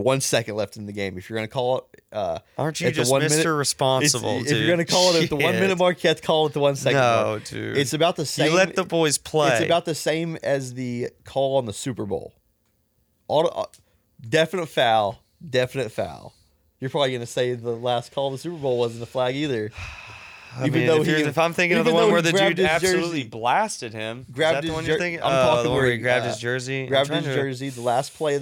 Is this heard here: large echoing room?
no